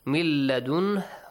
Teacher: You skip noon, you merge it to lam.